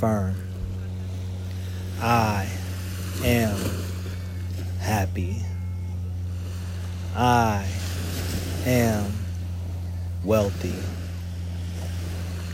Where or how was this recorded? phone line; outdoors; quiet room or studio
outdoors